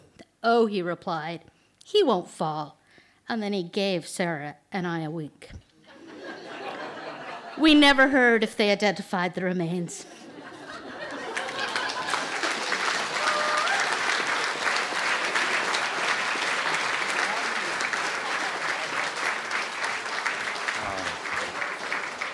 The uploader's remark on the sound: At the tenx9 mic in the black Box. Tenx9 is a live storytelling event. It began in Belfast in 2011 in the Black Box.